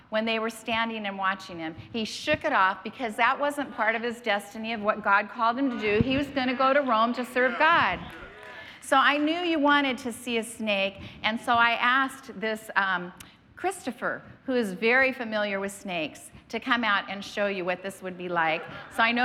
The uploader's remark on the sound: was preached on March 27th at the 10AM service.